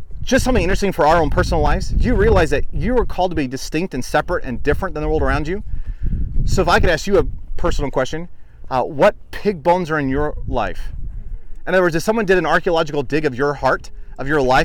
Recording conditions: wind noise